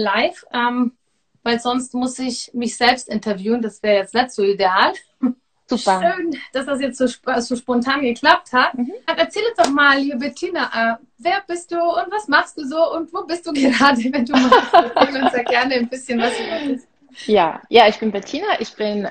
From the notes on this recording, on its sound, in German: heute teile ich mit dir ein wundervolles Live auf Instagram